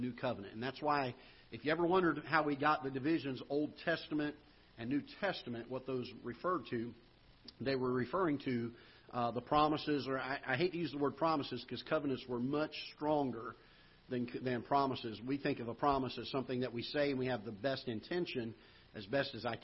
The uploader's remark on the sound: Ketha Heights Baptist Church ~ Live Broadcast